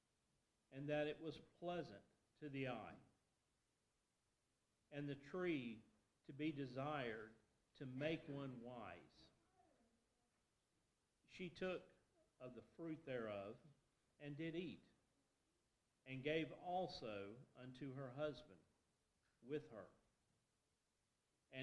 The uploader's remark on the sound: Fuquay-Varina church of Christ sermon audio from Sunday, March 5, 2023.